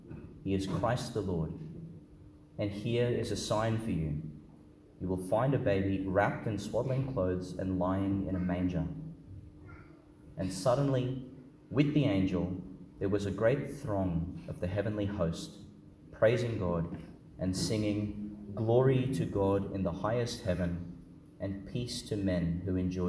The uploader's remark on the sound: Homily for the Solemnity of the Nativity of Jesus Christ, delivered at Our Lady Star of the Sea Church, Gladstone, Qld.